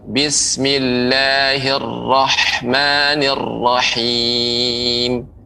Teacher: pengucapan huruf ro, ya, dia tidak boleh tipis · Term: tebal